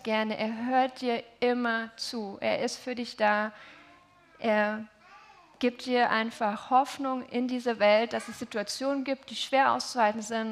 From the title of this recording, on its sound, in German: Heilig Abend Familiengottesdienst